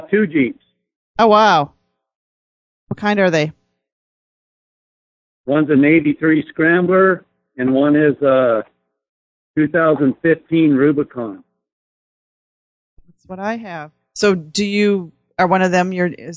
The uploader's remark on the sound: take your calls LIVE